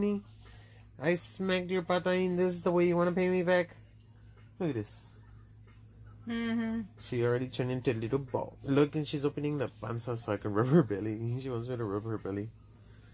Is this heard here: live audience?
no